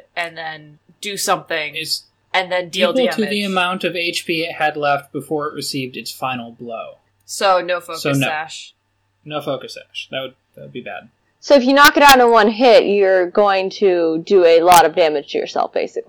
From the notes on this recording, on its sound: Apologies for the audio this week. I let the auto tools in audacity loose instead of doing everything myself. The end result is a rather manically paced episode with a number of sentences cut off.